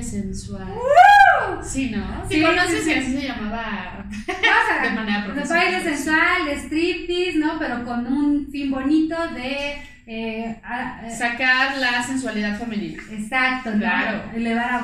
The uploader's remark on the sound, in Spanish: Lo único que voy a decir es que, me sigue emperrando el audio.